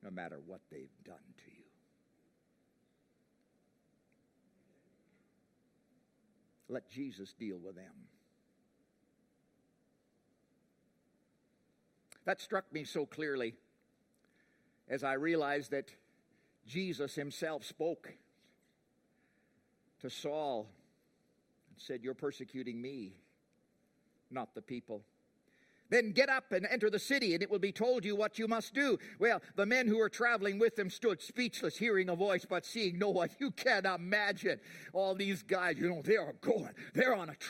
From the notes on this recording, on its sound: preached at The Rock Church on Jan 5, 2020